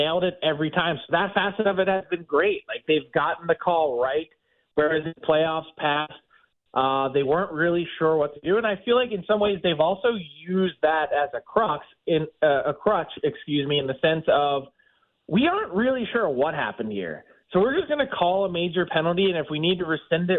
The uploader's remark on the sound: We open the phone lines to take your calls.